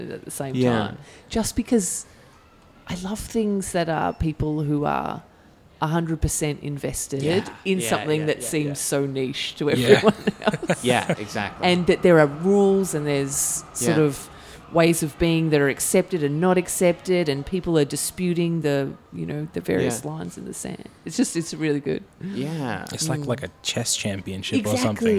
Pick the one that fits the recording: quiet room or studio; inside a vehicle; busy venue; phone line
busy venue